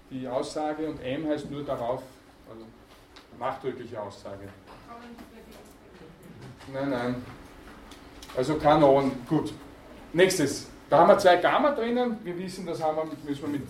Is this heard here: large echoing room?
yes